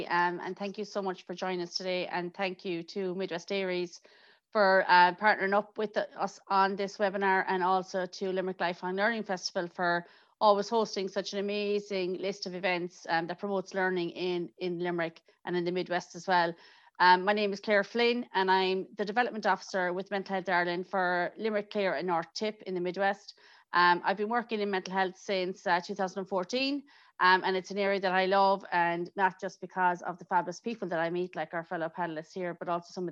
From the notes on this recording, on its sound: Audio recording of our webinar in partnership with Mental Health Ireland.